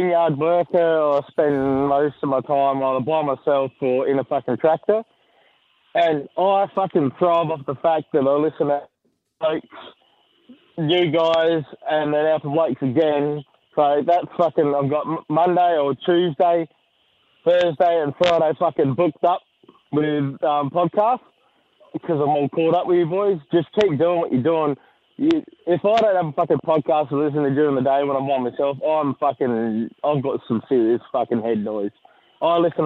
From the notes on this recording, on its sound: takes a call mid recording that backfires on him.